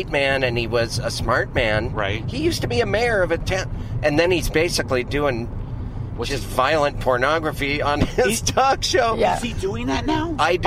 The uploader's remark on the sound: In the Car